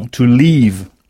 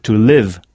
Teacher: Il faut bien prolonger le son to leave à ne pas confondre avec to live avec un I court